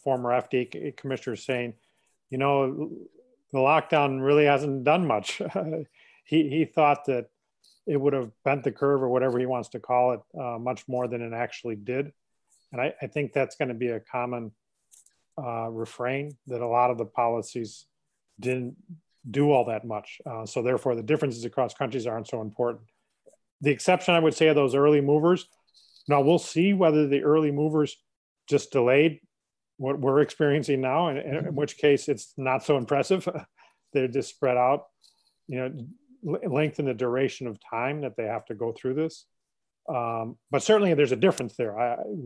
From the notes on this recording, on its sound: This webinar was live-streamed and recorded on May 5, 2020.